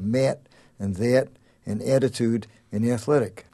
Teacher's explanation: in the inland north that we've investigated so closely, every single word spelled with the letter A goes up